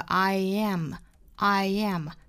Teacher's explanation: 大家能够听到里面其实有一个小小的耶的加音了， I am Iam，两个单词连读的时候一定要注意，这里面不要把它读成过于严重的一个耶的发音，不是 I am 而是 I am Iam，在连读的过程之中口型不要闭合的太紧，不是 I 一一口型没有到这儿，而是过渡到一的一个上面的发音 I